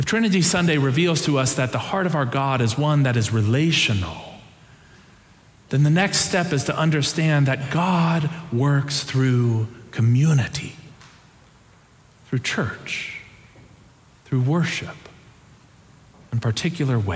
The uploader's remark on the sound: Preached on June 4, 2023 for our Sanctuary and MorningSong Worship Services.